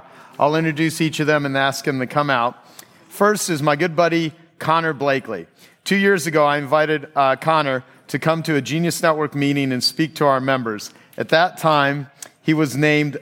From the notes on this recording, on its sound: At the 2018 Genius Network Annual Event